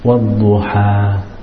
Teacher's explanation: The letters of the mud, they end in the air, because they're not sharp, they're not ending on any of the limbs, they're not ending on the tongue or on the lips or in the throat, they're ending in that cave area, so they end softly, wadduha, like this, so softly, wadduha, not with a strong ending like wadduha.